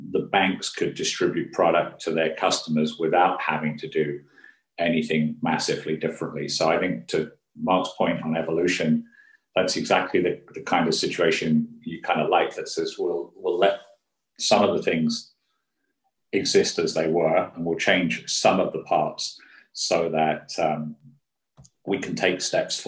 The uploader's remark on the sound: At this Future of Finance webinar.